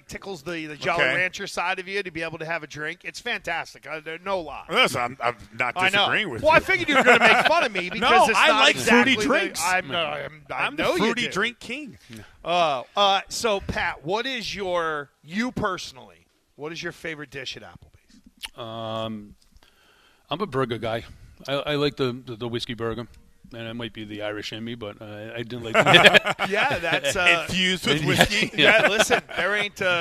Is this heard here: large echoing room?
no